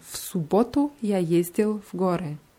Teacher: Bei субботу muss man das erste U auch deutlich aussprechen.